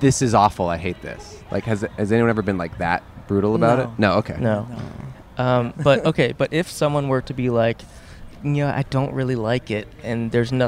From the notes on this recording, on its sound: Recorded 10/2/2022 at the Pasadena Convention Center.